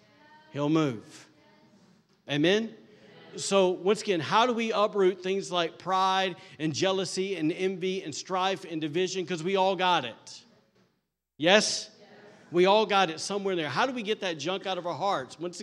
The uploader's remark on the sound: recorded on Sunday, September 24th, 2023, during service at The Anchor Church in Rockport, Maine